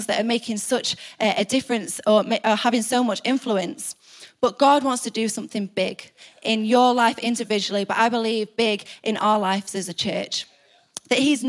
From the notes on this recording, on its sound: Recorded live at the Chesterfield Campus this is the message from the evening service on the 28th July 19.